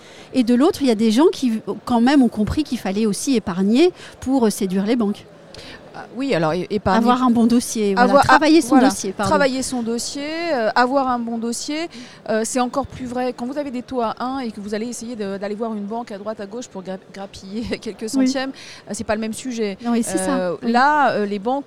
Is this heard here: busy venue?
yes